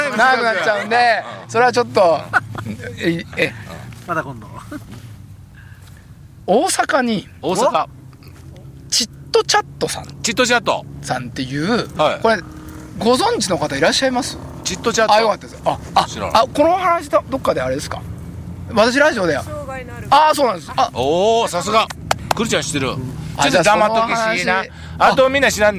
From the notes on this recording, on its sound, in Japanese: 長野県ビーナスラインの霧ヶ峰高原にて。バイクツーリングをして青空対談収録を開催いたしました。